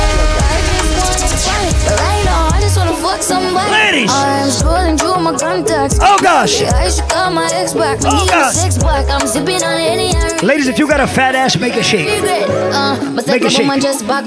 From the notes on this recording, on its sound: Live audio recording of my set at the Chill Weekend Mint Tea Brunch in Philly on July 8